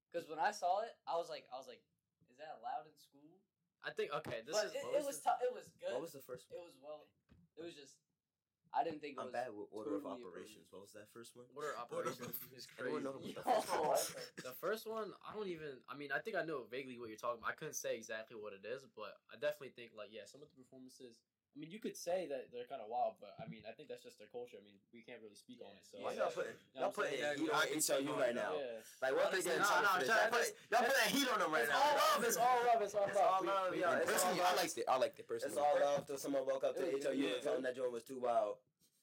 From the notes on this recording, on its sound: Apologies in advance for the poor mic quality as we had some technical difficulties.